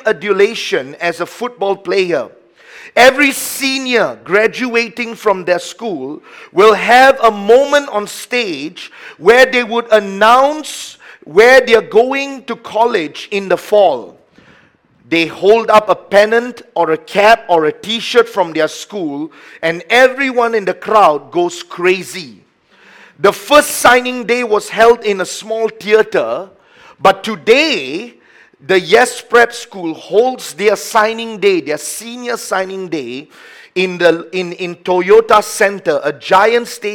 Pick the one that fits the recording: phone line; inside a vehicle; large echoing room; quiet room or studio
large echoing room